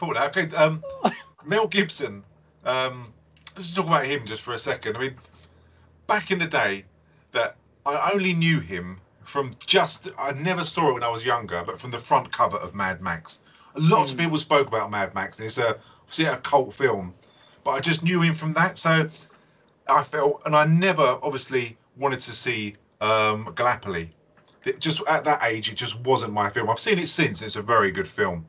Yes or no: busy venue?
no